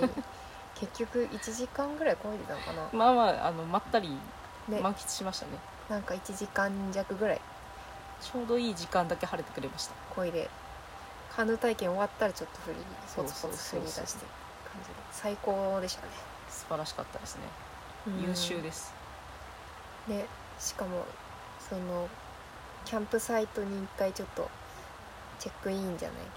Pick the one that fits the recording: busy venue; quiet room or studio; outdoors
outdoors